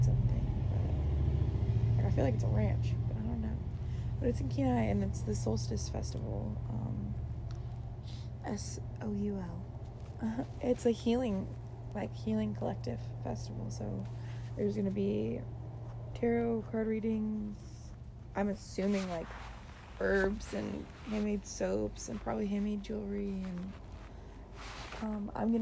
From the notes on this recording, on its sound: you can hear my dogs in the background